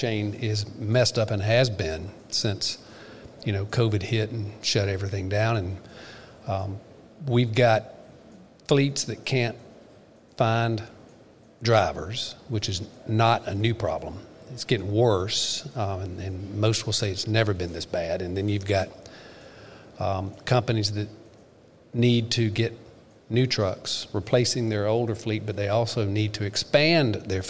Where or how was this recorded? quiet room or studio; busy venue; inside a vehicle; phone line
busy venue